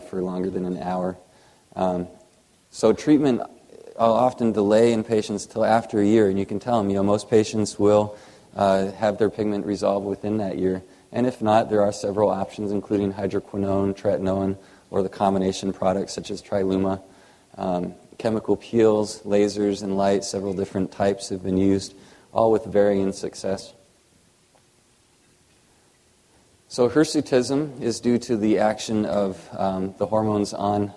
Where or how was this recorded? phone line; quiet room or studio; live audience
live audience